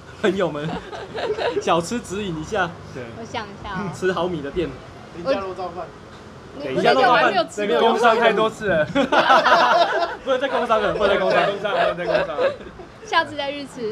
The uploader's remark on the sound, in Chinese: 錄音地點：台南 牽咖啡 Chen Coffee